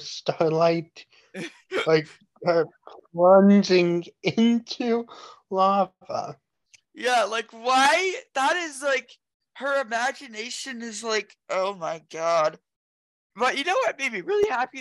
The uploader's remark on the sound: We apologize for some of the lag in the voices, we were recording this podcast virtually.